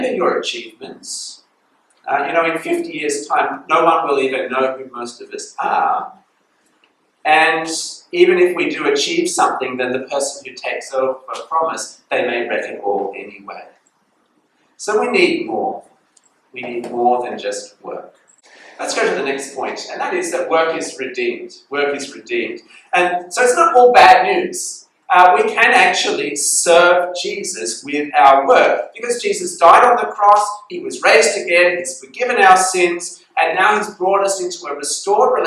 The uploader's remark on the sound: This sermon was preached at Bedong Chinese Methodist Chapel on 11th November 2022.